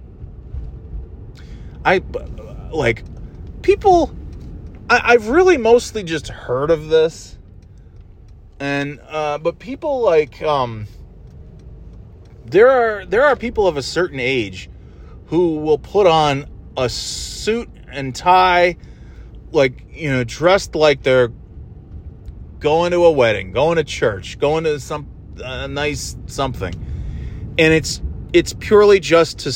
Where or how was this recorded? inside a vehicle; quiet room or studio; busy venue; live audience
inside a vehicle